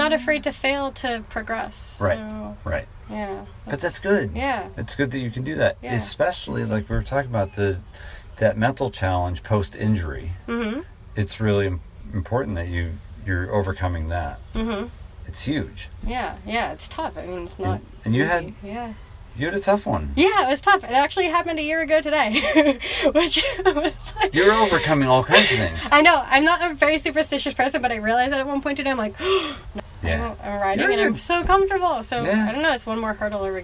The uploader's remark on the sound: The podcast recorded at Catty Woods in Catasauqua, PA.